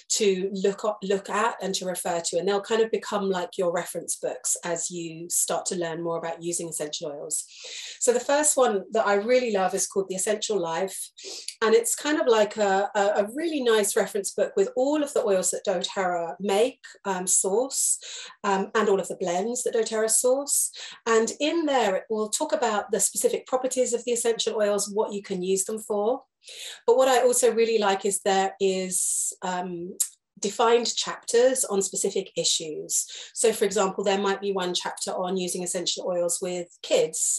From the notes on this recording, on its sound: This is a recorded Zoom lesson